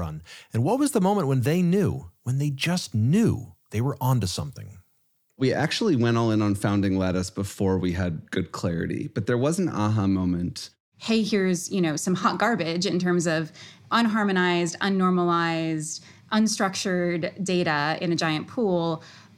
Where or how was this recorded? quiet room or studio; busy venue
quiet room or studio